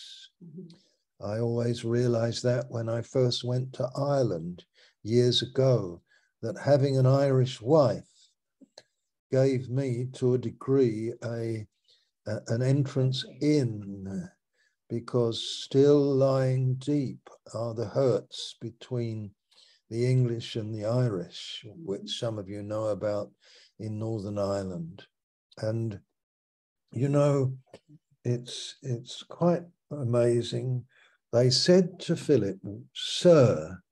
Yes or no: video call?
yes